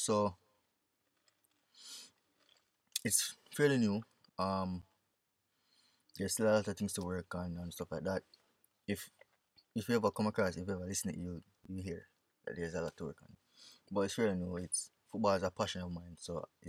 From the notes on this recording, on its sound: We recorded this episode in my mom’s car.